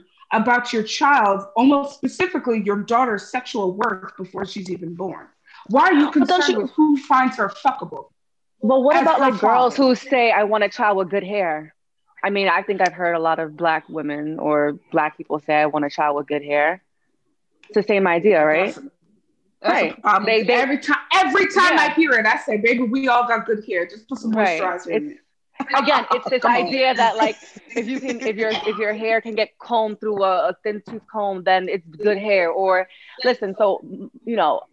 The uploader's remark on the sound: Zoom Pod.